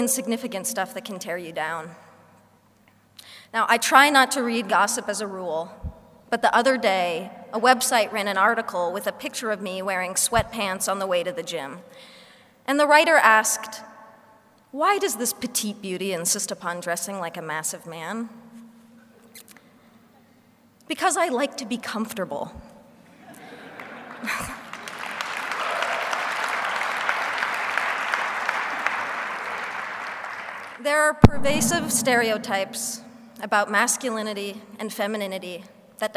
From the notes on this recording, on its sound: speech at the Human Rights Campaign Foundation’s Time To THRIVE conference